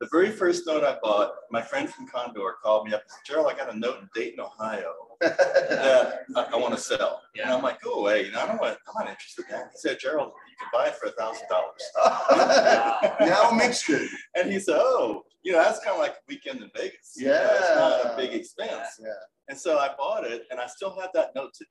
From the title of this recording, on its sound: Live from Las Vegas - Paper Source Conference